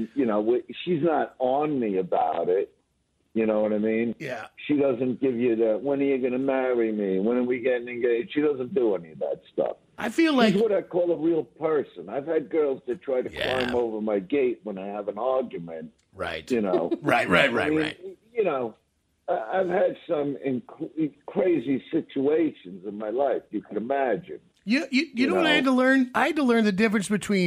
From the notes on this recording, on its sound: so we got him on the phone